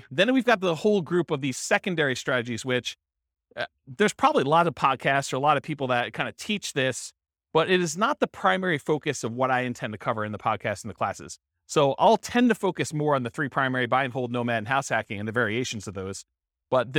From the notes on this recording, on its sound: This was a live class recorded.